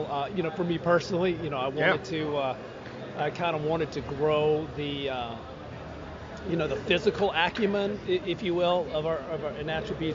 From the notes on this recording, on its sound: live from the Washington Commanders' welcome home luncheon